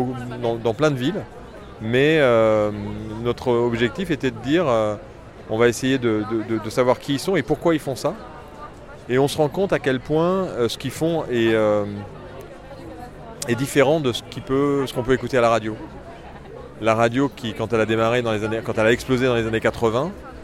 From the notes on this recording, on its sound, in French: Micro-trott. Pendant le Paris Podcast Festival 2022, j'ai tendu mon micro en bas de la Gaité Lyrique.